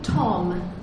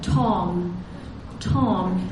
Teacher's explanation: Can you hear a little puff of air after the T? · Term: aspirated T